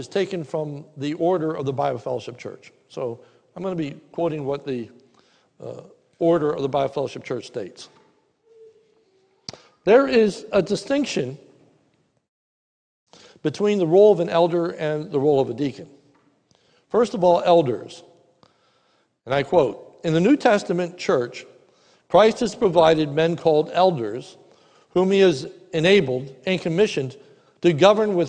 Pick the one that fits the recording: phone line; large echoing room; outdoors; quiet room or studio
large echoing room